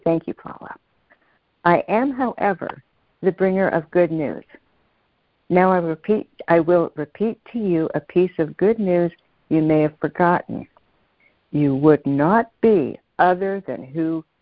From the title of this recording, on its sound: CONF CALL